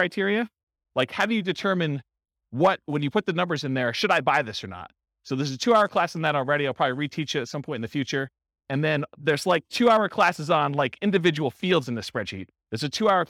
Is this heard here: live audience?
yes